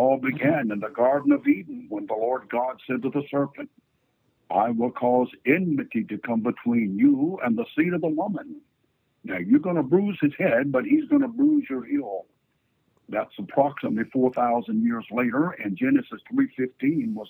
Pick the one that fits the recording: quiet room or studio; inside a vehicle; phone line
phone line